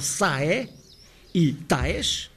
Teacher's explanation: Os primitivos sale e tales, ainda muito latinos, perderam esse L, passando a sae e taes, com duas sílabas cada um, que acabaram nos monossílabos sai e tais.